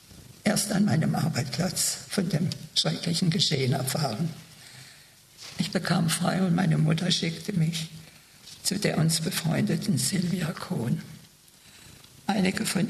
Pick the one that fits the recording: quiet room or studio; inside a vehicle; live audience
live audience